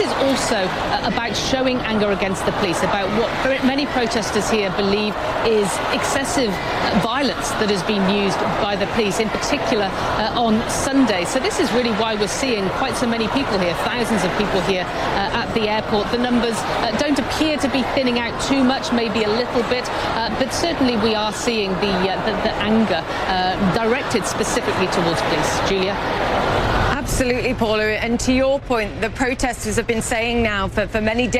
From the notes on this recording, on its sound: Live from the New York Stock Exchange.